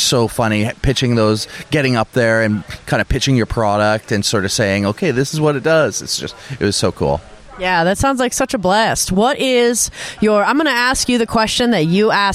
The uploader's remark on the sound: interviews some friends of the show live from DLGcon 2023